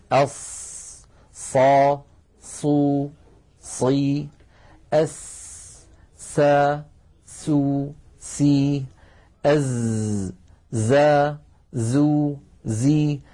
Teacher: خرج لها صوت فيه قوة شبهه العلماء بصوت صفير الطائر وذلك في حرف الصاد وحرف السين وحرف الزاي هذه الثلاثة هكذا · Term: الصفير